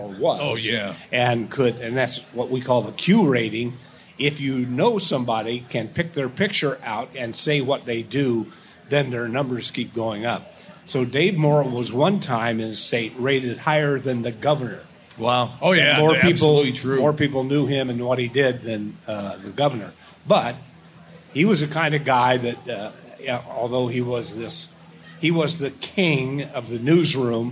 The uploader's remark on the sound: Made their triumphant returns to the Minnesota State Fair, live from the Hubbard Broadcasting Day Stage. From the "Great Minnesota Get Together."